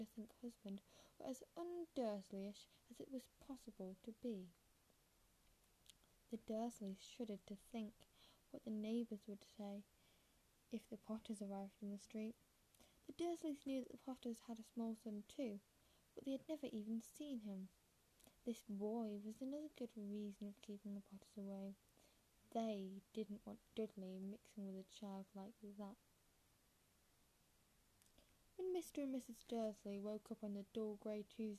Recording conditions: background noise